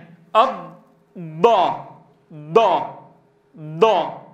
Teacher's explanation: نطقت دالا مفخمة كما ينطقها بعض إخواننا الأتراك لأنه يعتمد على منطقة التلامس في الضغط بدل منطقة الضغط والاتكاء.